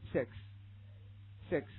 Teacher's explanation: 一下这个长短音一这样这个的区别。首先呢，音质上的不同，短音一呢，我给你们总结过了，我自己觉得比较好一条规律，永远往 a 这个音上面去靠。但是比这个呢，因为 a 是个元音，嘴张的比较大，而 e 这个音呢比较小，比较短，嘴张的比较小啊